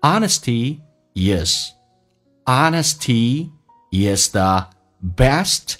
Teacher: honesty 跟 s 中间有一个连音，元音跟元音之间不是加我就是加也，那这边加的是也